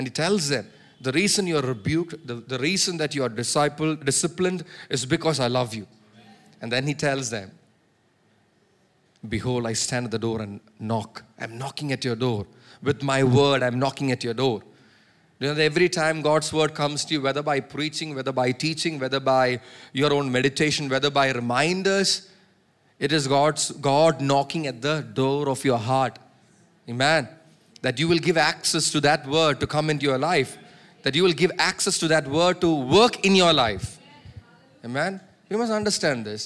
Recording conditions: large echoing room